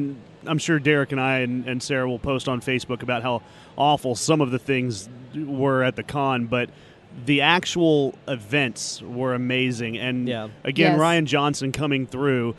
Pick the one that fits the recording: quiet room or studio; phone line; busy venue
busy venue